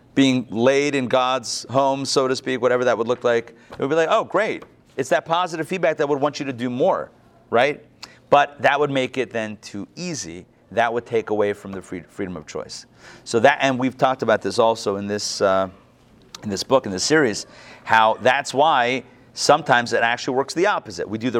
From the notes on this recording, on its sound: Recorded live at the Intown Jewish Academy on February 6, 2022